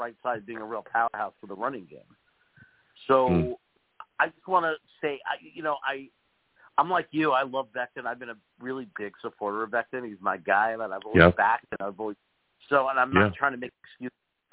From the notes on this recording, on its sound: I take live callers!